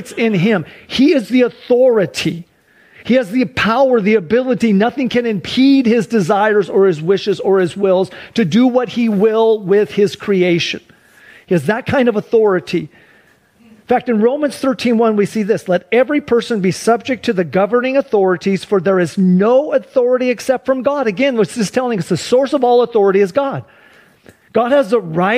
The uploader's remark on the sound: Sunday church service livestream